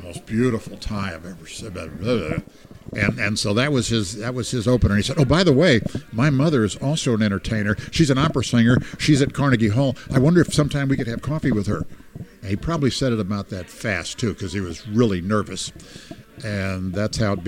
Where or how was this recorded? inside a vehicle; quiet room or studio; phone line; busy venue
busy venue